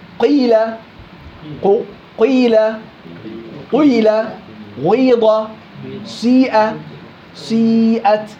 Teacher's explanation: الياء المشمة صوت الواو نحو قيلة في قراءة غير حفص. قيلة الكسرة قسمها ثلاث أقسام، خلى الأولى ضم وبعدين كمل الكسرة كسرة عادي كما هي، عبر بالضم بالواو وعبر بالكسر بالياء. · إذا كسرت قيلة بكسر أو بقسم كسرة قيلة ثلاث أقسام أو ثلاث أثلاث، الثلث الأول ضم والثلثين الآخرين عبارة عن ياء أو كسرة